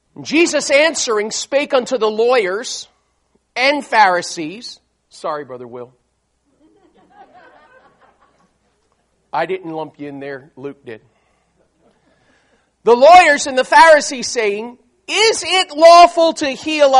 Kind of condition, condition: setting, large echoing room